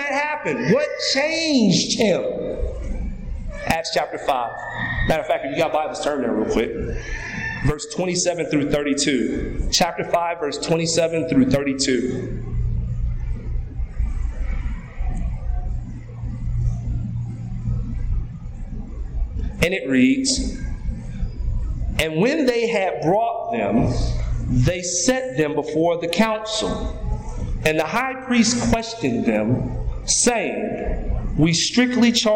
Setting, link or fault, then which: setting, large echoing room